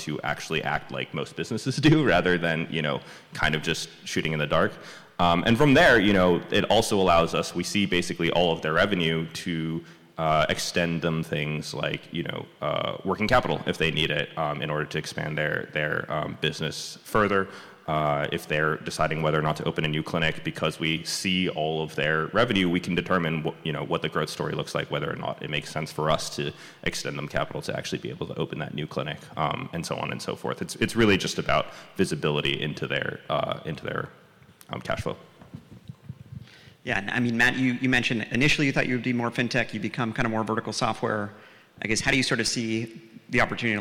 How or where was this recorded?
busy venue